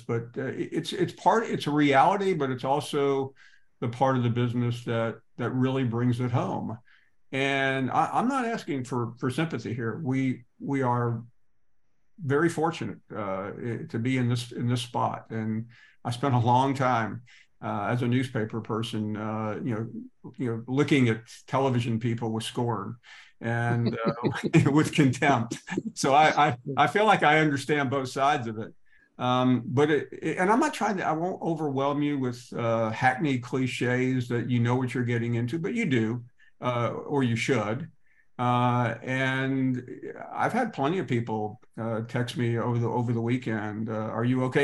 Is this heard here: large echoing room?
no